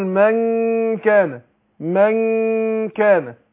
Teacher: الصفه بتاعتها اللي هي الغنه. والغنه هنا تابعه لما بعدها. فاقول من كان، من كان هكذا. · Term: الاخفاء